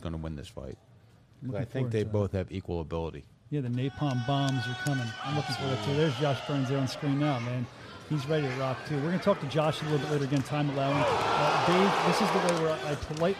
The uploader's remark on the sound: Bare Knuckle Fighting Championship show is live from Birmingham, AL!